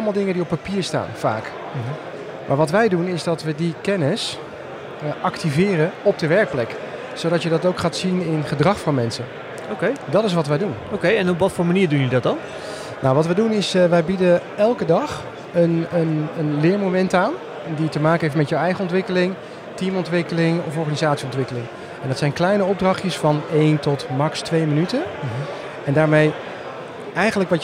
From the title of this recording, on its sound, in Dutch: Breda Startup night 4 april Live